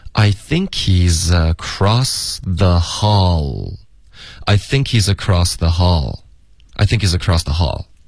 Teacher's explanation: 然后 I think 跟 he 呢会连读，变成 I think he's, I think he's, z 跟 across 也要连读， he's across, I think he's across the hall, I think he's across the hall,I think he's across the hall.好，就是这么读。